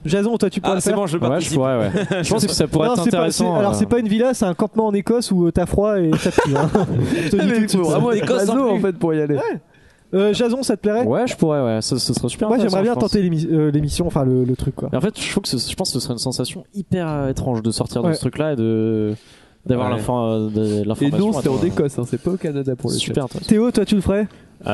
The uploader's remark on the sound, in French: Gros bordel en live. Enregistré en live. Lors du marathon #ComptoirLive.